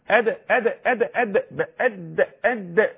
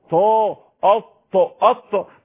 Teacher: الدال حرف مرقق بينخفض اللسان تحت، انما الطاء بيرتفع اهو طا اط اط بيعمل قبه للحرف بيعمل صدى للحرف.